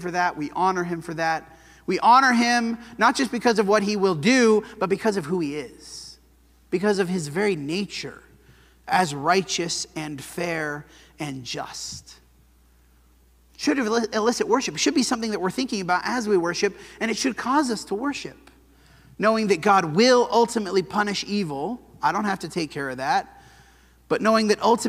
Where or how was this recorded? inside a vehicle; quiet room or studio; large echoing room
large echoing room